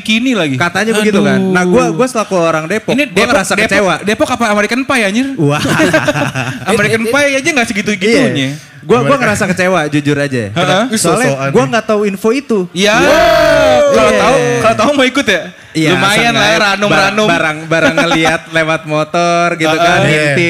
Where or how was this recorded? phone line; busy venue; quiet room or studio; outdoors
busy venue